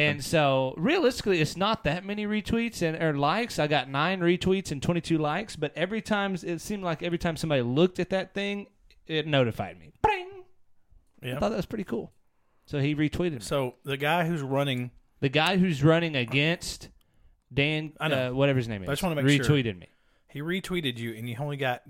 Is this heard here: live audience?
no